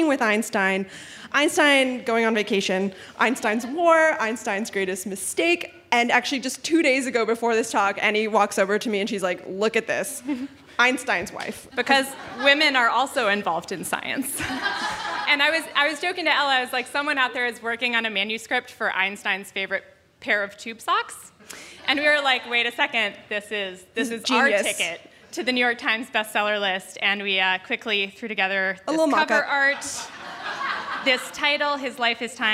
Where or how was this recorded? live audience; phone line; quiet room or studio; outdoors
live audience